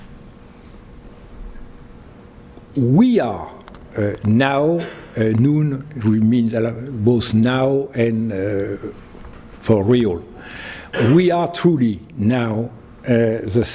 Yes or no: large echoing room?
yes